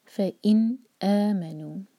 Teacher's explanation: نون پر اظہار، نون پر سکون ہے اور جھٹکا نہ ہو